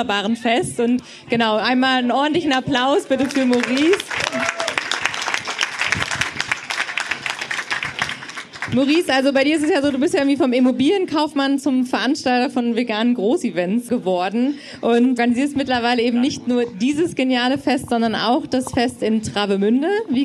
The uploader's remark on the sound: Live Podcast Special